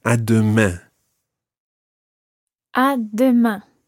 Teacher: It's not à demain and then leave it open. You've got to finish it off with a nasal sound.